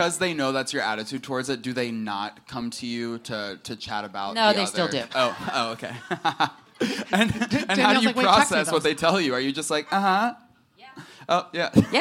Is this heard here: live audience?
yes